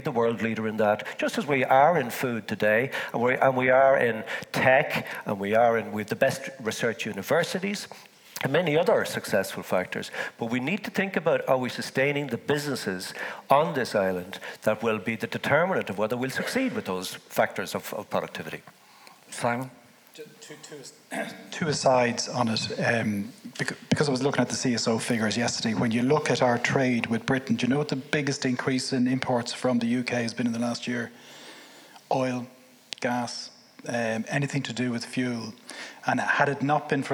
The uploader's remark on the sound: Apologies for the audio quality from 0.09 to 7.57 due to a technical problem during recording. Episode recorded in the RDS with a live audience.